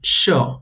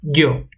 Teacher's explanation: One very striking of the rest of the Spanish speaker is the tendency to pronounce the sound y, written double L, with a special friction · Shown in: first take · sho, instead of yo.